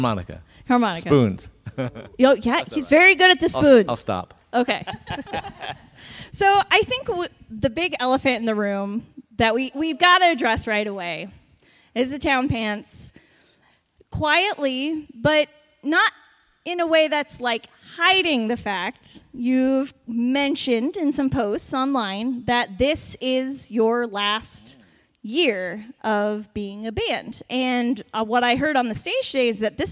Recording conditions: busy venue